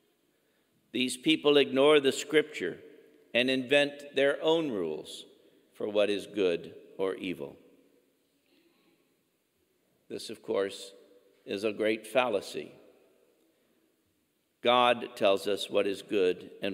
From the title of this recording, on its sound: Homily at 10 am Mass